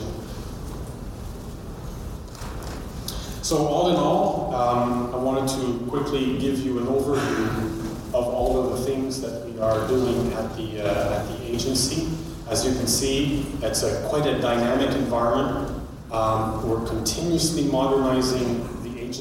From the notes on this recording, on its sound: A speech we recorded from the recent Canadian Space Summit held in Ottawa. At the Canadian Space Summit.